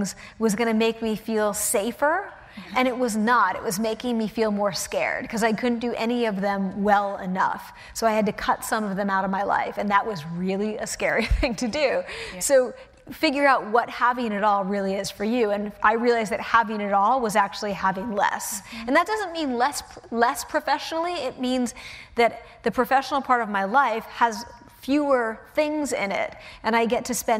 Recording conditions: live audience